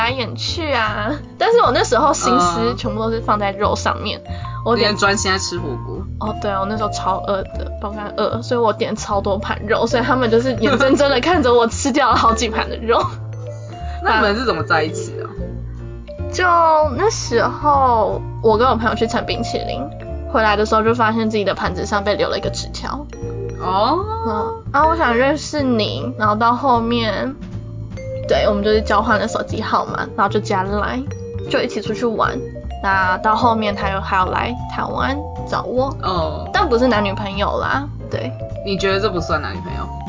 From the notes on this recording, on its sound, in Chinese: 本集收音狀況欠佳，偶爾有車子經過聲音。